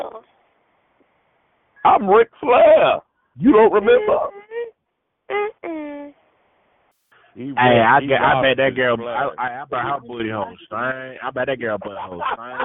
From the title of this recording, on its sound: Conference Call